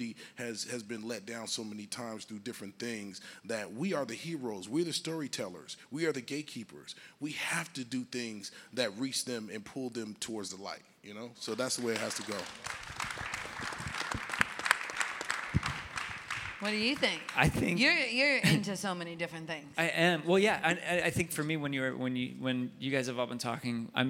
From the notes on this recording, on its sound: At the conference (on stage) I told people what I was going through and honored my friend.